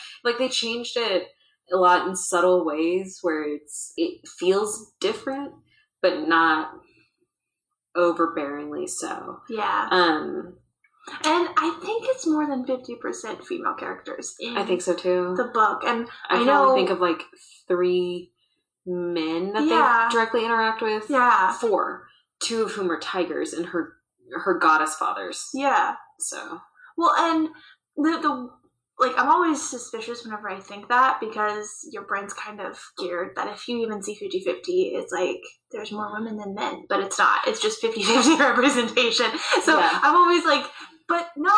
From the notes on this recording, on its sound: Through audio issues untold the lost recordings are retrieved from the GTC vault.